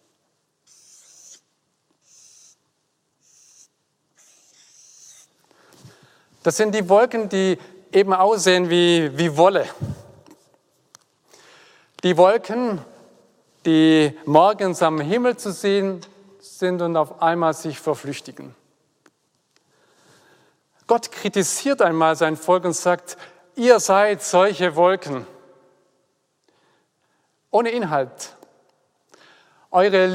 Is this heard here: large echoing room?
yes